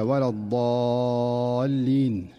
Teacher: فالضاد من حروف الاستعلاء والإطباق وتحتاج إلى عناية بالمخرج والصفة معا حتى تظهر بهيئتها الصحيحة، ومع كثرة السماع والتكرار والتصحيح يستقيم اللسان ويصبح الأداء الصحيح سجية القارئ.